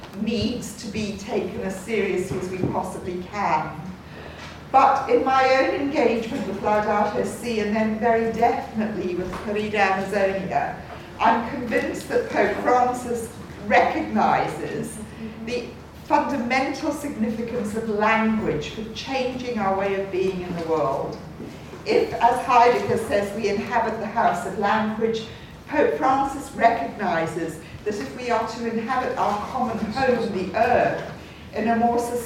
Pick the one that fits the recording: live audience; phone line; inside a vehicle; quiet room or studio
live audience